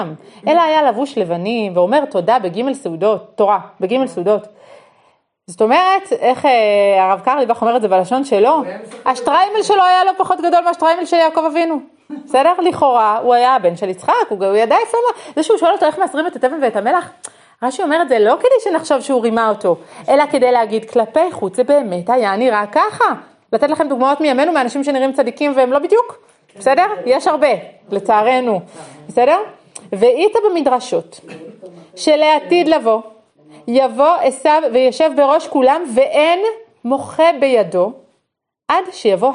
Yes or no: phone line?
no